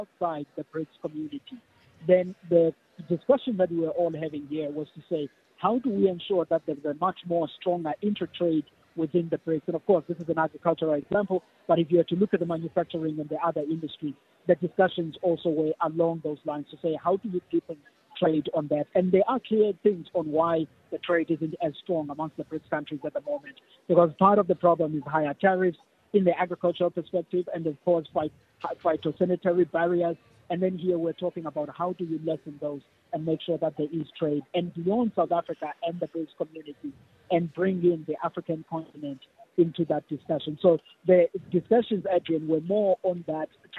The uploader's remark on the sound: We are coming to you live from the Sandton Convention Centre where BRICS member states are gathering for the 15th BRICS Summit.